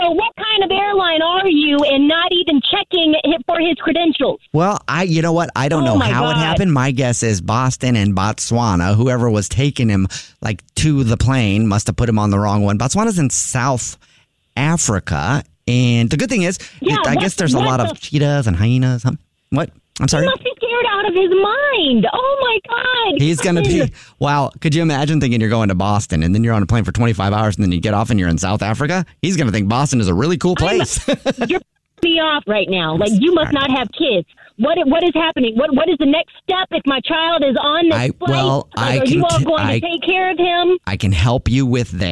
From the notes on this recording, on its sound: phone prank style